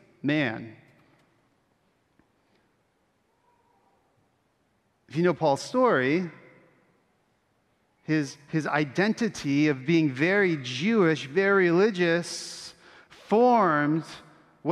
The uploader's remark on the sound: Originally preached at Bethany Lutheran Church in Austin, Texas